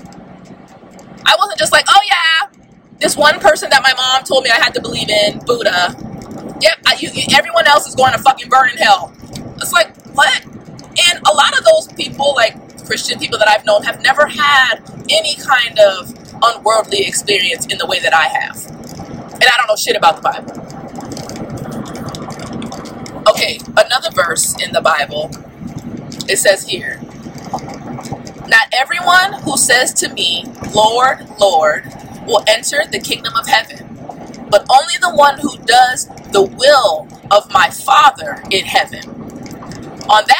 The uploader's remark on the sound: I want to apologize for the sound quality being so awful. Recording in my car would create horrible sound quality. I tried my best to take out some of the background noise.